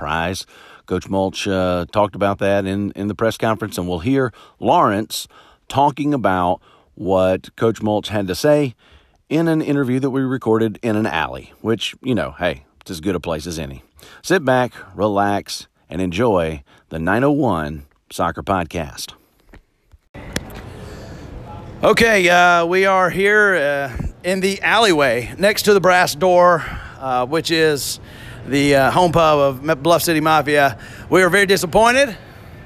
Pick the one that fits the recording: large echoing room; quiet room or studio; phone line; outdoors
outdoors